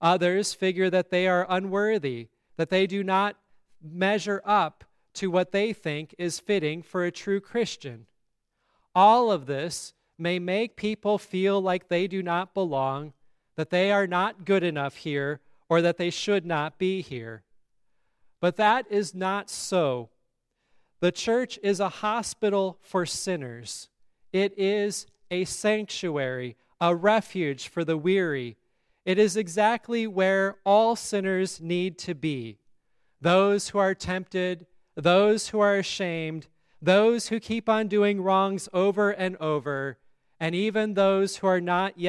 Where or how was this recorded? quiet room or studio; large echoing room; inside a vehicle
large echoing room